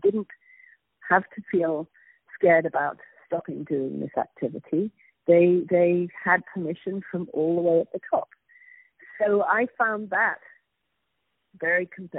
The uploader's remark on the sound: On the phone